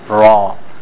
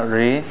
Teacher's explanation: The Ra should be given thick and O sound to it. · Shown in: first take · Ra. Not Re.